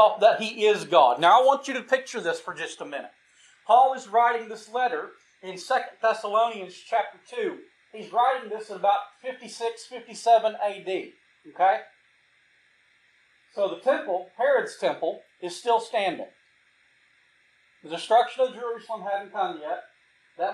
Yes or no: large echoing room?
yes